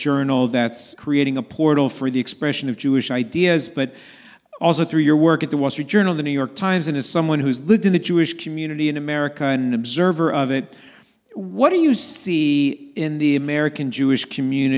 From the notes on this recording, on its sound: a recording of the live conversation